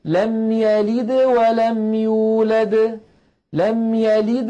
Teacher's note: الفم مباشرة يريد أن يتهيأ إلى الواو التي بعد الدال، فلذلك القلقلة تكون يعني أقل وضوحا من ولم يولد الدال الثانية التي وقفنا عليها.